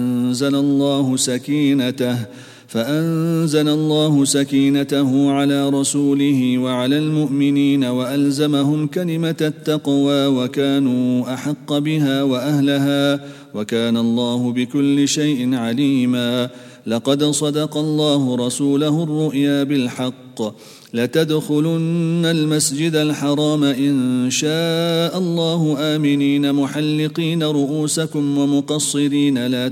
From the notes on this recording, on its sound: at the Houghton Masjid (West Street)